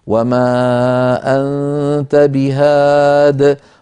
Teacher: كذلك جاءت في الخط في خط المصحف محذوفة الياء، فإذا وقفنا عليها اضطرارا أو اختبارا كان حفص يقف كالخط يعني بحذف الياء